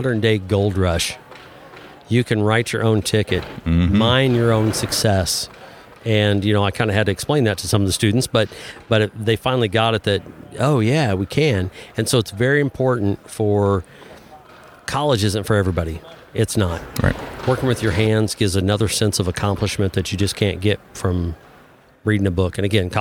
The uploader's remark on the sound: On site at the Springfield Area Home Builders Home Expo